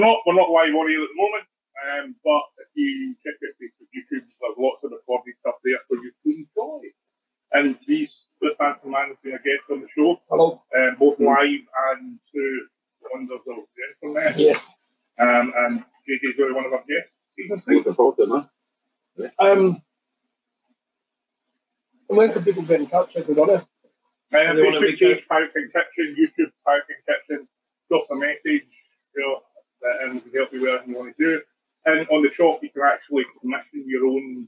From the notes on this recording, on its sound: There are audio issues in the episode unfortunately